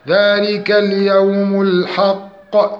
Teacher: القاف من حروف القلقلة وهي مشددة، ووقفنا عليها بالقلقلة، وقلقلة الحرف وهي من القلقلة الكبرى وهي من المشدد.